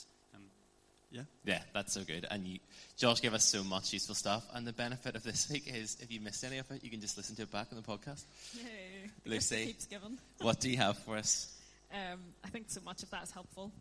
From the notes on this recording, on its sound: On this special live recording, from our Fourtwelve teaching series 'Deepend Disciples'.